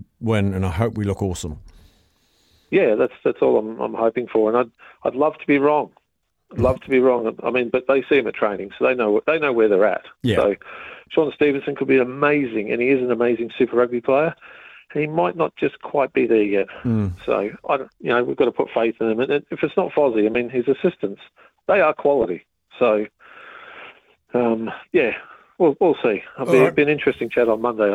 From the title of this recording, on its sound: Your calls & texts